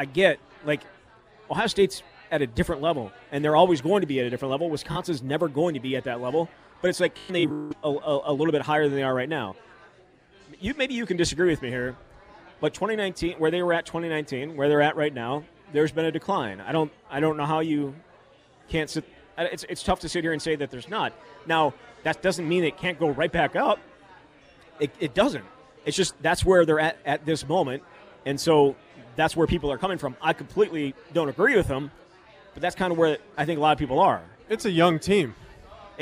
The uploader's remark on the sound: live from Monk's in Sun Praire